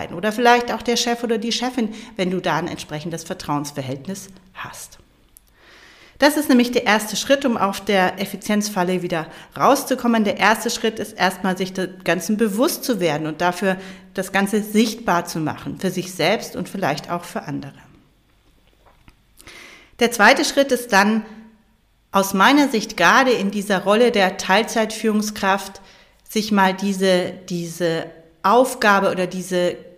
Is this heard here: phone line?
no